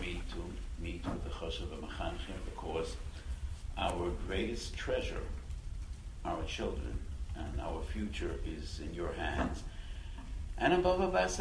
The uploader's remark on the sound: Delivered to mechanchim at DRS Yeshiva in New York.